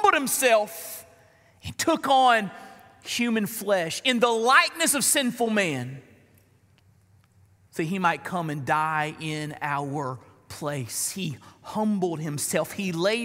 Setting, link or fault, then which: setting, large echoing room